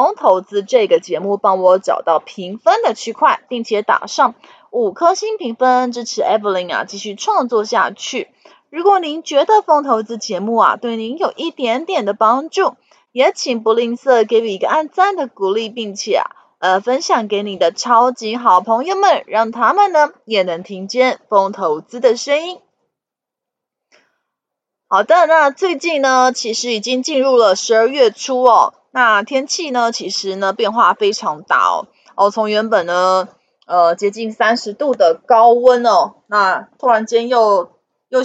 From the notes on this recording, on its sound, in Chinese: 本集有些許雜音，已亟力避免，如有察覺請多多包涵